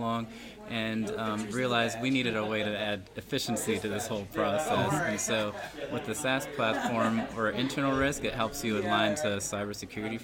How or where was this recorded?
busy venue